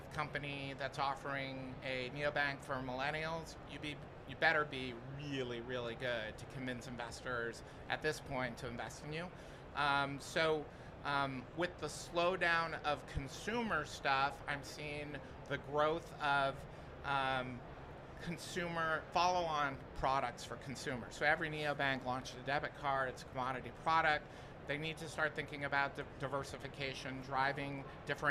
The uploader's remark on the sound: Recorded at Money 20/20 in October 2022.